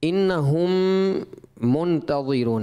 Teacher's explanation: انہم یہاں پہ ادغام شفوی کا غنہ ہے، یہ غنے کی مقدار آپ نے کم کر دی، ٹھیک ہے.